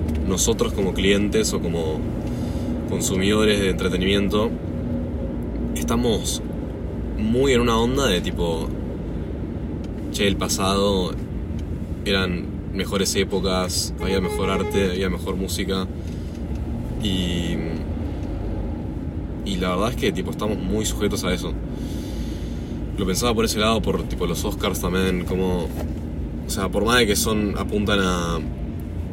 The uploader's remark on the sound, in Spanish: Hablando en el auto. Entre bocinas, balizas y una mala calidad de audio grabo un podcast en el auto.